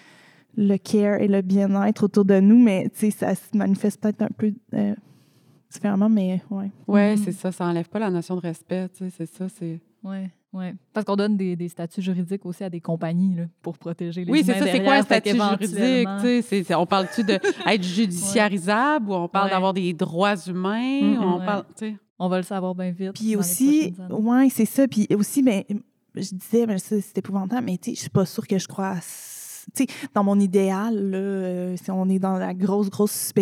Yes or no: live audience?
yes